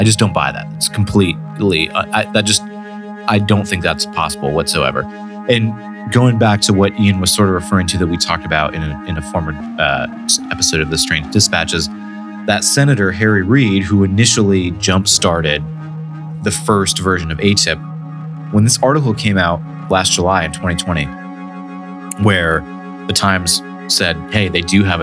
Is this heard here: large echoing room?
no